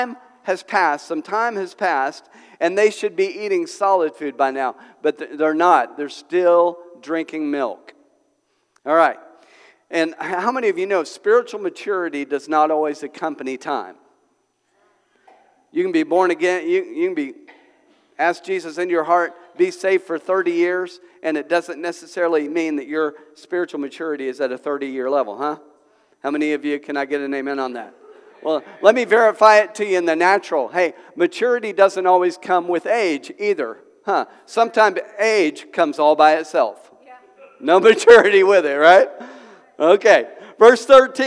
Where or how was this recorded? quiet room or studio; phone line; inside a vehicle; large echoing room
large echoing room